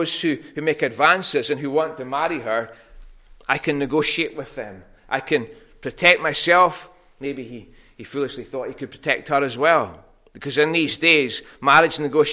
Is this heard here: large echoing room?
yes